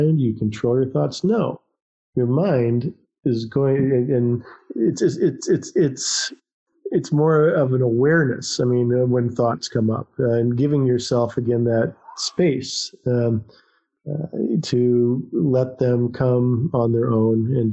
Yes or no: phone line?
no